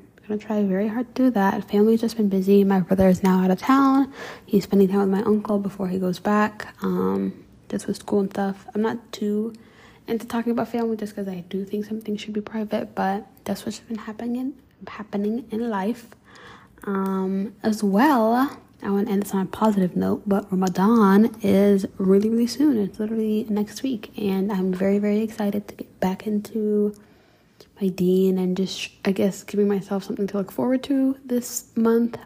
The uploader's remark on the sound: I have been given the worst luck with finding the best mic to record these episodes with, as of now I am back with using my phone to record these episodes and unable to return the broken mic.